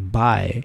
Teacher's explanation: a so-called diphthong, so two vowels together, and in German pronounced like I